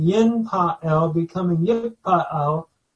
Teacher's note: Notice you have an I vowel, a hirig, and an A vowel, a comments, and you have the doubling of the P, or Phi, because the noon has assimilated. So in the, we're looking at a nifal, always has that in, and some have even called this the in stem.